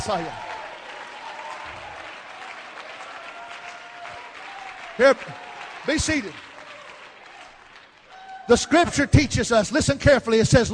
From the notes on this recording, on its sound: Baton Rouge Camp Meeting 2015